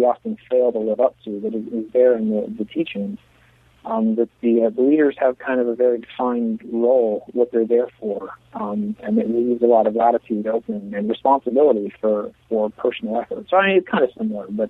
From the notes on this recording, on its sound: We apologize in advance for the audio quality from this interview. We had some Internet connection difficulties, which resulted in conducting the interview via telephone.